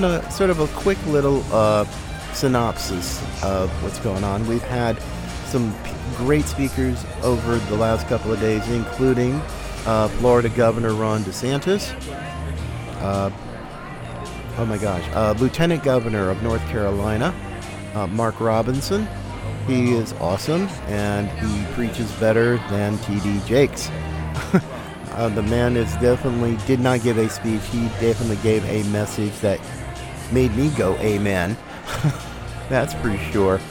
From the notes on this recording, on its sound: Live from CPAC 2022. Live speeches from the conference in Orlando.